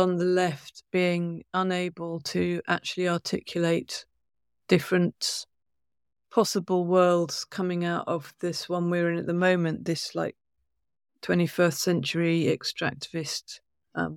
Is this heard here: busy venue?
no